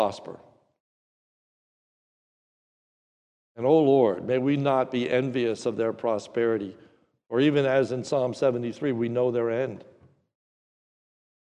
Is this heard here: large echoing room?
yes